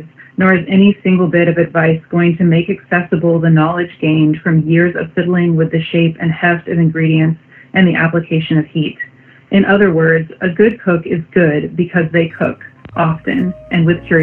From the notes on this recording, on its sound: via internet phone